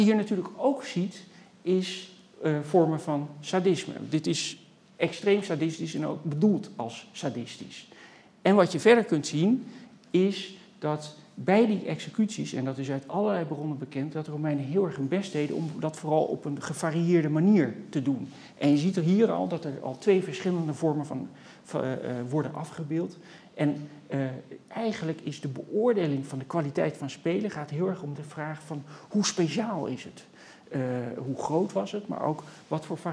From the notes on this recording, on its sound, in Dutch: Bij tentoonstelling Body Language. Deze lezing is opgenomen in Museum Catharijneconvent op 20 oktober 2020.